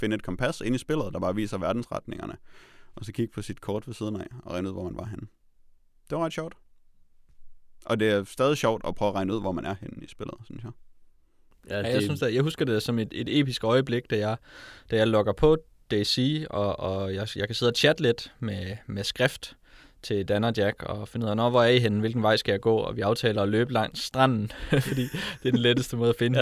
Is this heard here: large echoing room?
no